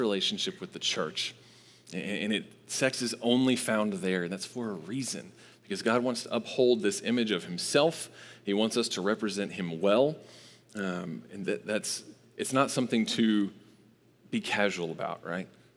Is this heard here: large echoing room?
yes